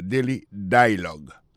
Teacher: Alors, accent tombé sous premier syllabe là. · il y a pesé plus sous premier syllabe là, daily dialogue